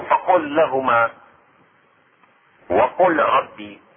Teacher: لام فعل الأمر قل تشدد مع حرف اللام مثل فقل لهما، وحرف الراء مثل وقل ربي، وأصبحت مدغمة في الثاني